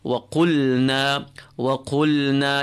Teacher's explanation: So be conscious when you recite the lam, consciously empty the lam, keep it flat.